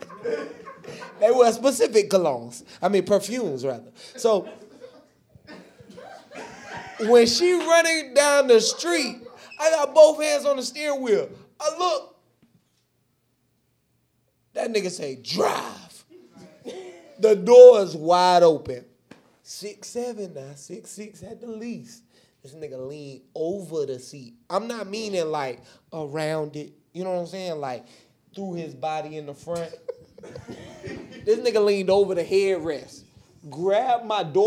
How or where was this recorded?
live audience